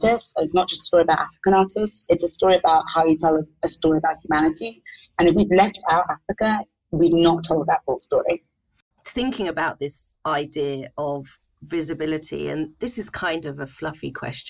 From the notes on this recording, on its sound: The sound quality in this episode is compromised due to an unstable internet connection between London and Lagos, where this conversation was recorded.